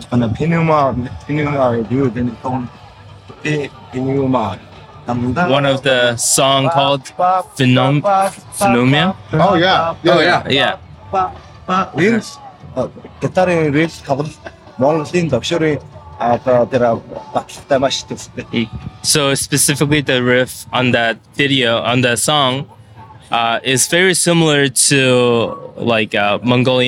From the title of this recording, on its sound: Live at Aftershock